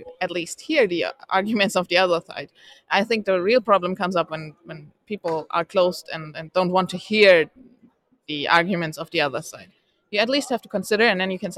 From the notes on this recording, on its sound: LIVE at the Crypto Assets Conference 2023A in Frankfurt